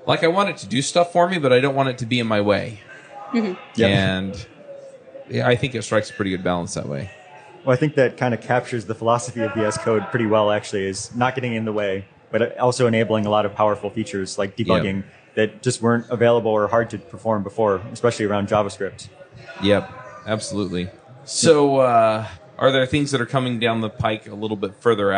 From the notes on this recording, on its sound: LIVE at Microsoft Build.